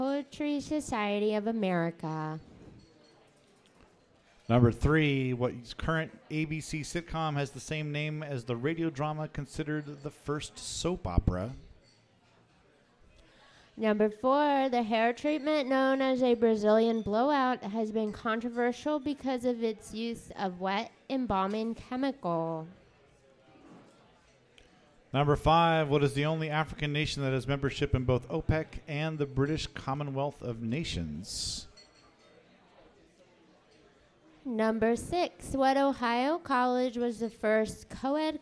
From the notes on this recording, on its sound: Recorded live at The Local 907 in Renton, WA!